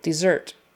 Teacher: the accent is on the second syllable, dessert.